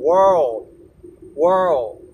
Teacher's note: world, world 滑らかに舌が前歯の後ろまで行く